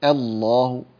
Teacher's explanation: ننتبه هنا في لفظ الجلالة الله، ننتبه إلى ترقيق الهمزة، نقول الله لا تقول الله الله الله، فالذي يفخم هو اللام الثانية في لفظ الجلالة وليست الهمزة همزة الوصل